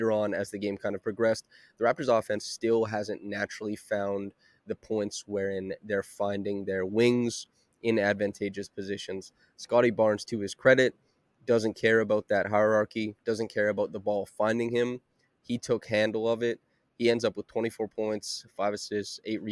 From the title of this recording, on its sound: LIVE from Scotiabank Arena